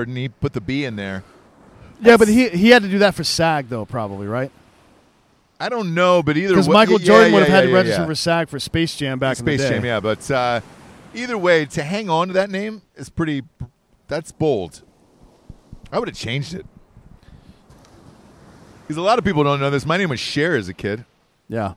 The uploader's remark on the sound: Live From Plymouth Rock! Live from where the Pilgrims landed for a weird impromptu Thanksgiving show.